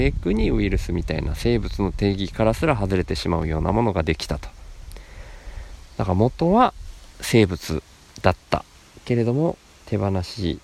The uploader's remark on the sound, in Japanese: 何か、録音する予定っじゃなかったんだけど、川の脇で急に録りたくなって、そのまま腰かけて録音